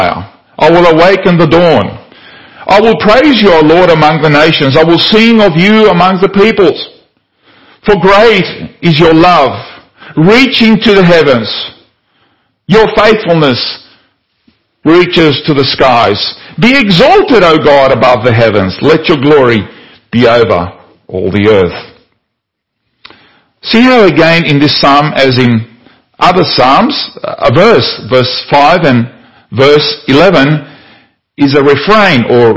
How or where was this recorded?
large echoing room